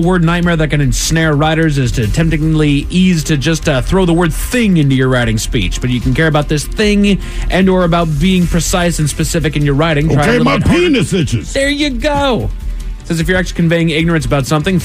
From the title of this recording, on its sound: Special Phone Call!